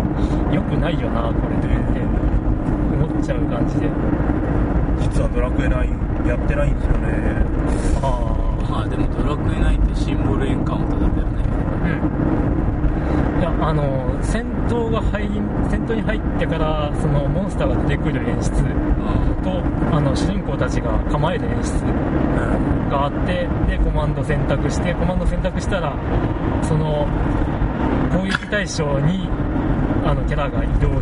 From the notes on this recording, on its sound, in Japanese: 車中での録音のためノイズが入っています。